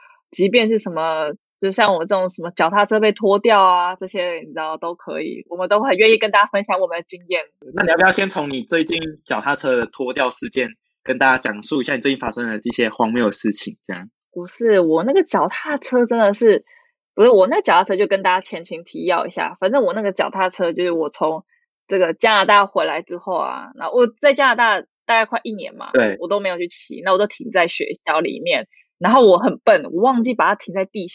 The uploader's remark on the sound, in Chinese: 這集是線上錄音，音質可能沒有這麼好。